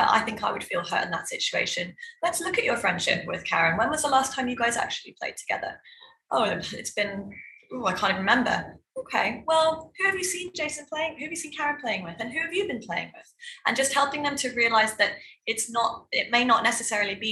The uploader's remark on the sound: The following podcast is the extracted audio from our recent DBIS Wellbeing webinar for Year 7 Parents. Discovery Bay International School.